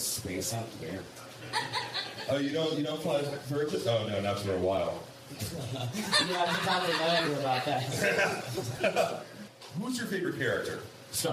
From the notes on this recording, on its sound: at The 4th Wall PDX as part of The Dark Arts Festival